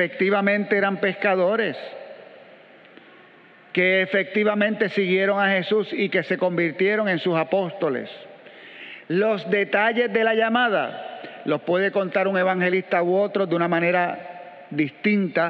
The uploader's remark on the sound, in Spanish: Grabada en la celebración eucarística dominical en nuestro Santuario